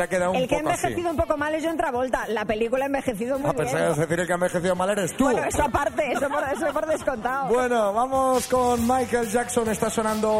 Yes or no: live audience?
yes